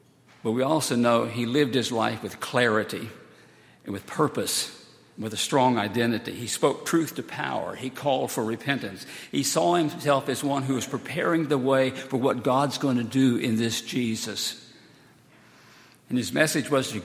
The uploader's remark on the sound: Sunday, July 15, 2018, at Highland Baptist Church